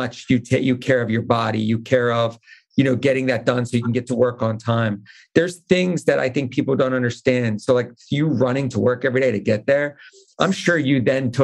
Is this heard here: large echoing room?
no